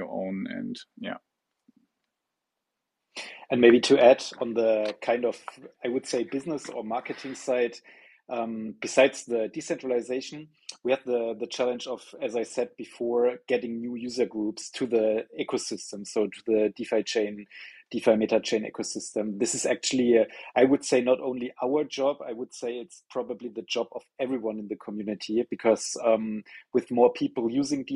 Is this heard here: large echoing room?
no